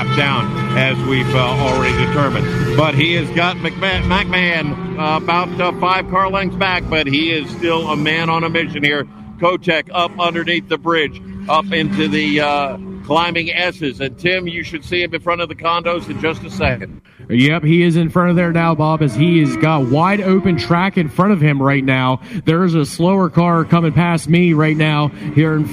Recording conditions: busy venue